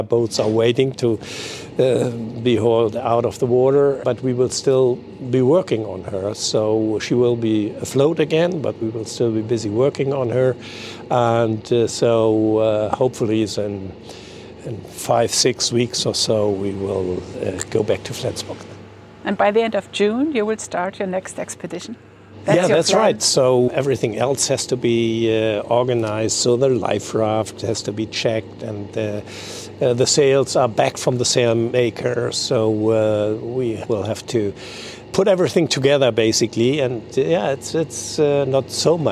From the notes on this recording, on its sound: The DAGAMR AAEN has been in the "C.j.Skibs-og Bådebyggeri" shipyard in Egernsund/Denmark for a good week. Made themselves comfortable UNDER the Dagmar Aaen for the recording of this podcast episode.